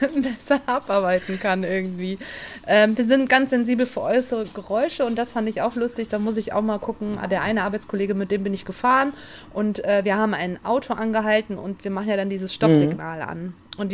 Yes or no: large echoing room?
no